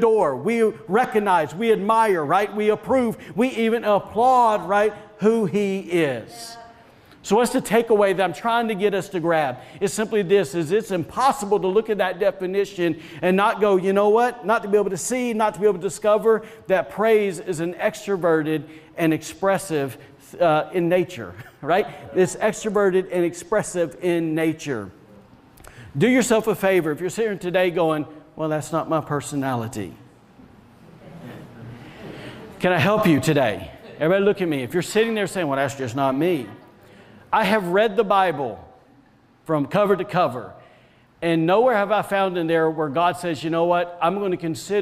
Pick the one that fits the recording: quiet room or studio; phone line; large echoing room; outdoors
large echoing room